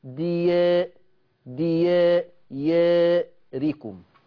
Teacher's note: يبقى جاء بعد الألف راء متطرفة مكسورة، إذن حكم الألف التقليل، وبناء على هذا ستتأثر الياء بتقليل الألف